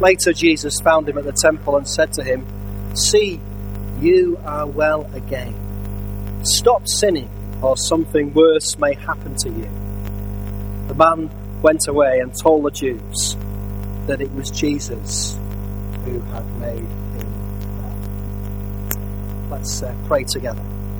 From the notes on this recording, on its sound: Our apologies for the poor audio quality this week, a Buzz on the sound system meant the audio had to be severely treated to make it listenable!